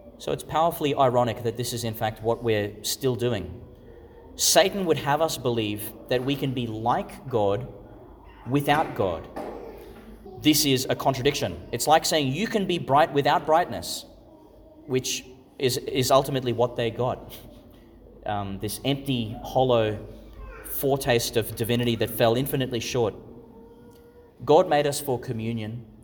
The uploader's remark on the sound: Homily for the Third Sunday in Eastertide, delivered in St Patrick's Catholic Church, Calliope, Qld.